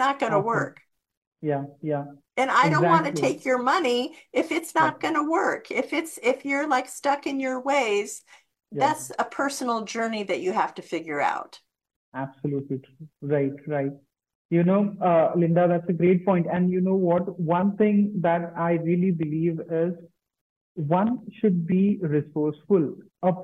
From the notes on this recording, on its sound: On his live zoom session.